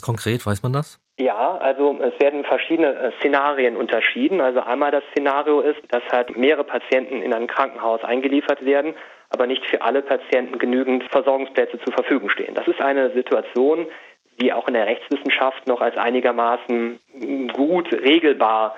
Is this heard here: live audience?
no